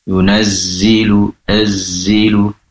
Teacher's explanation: ujung lidah terletak antara gigi seri atas dan bawah, itu makhraj atau tempat keluarnya huruf zai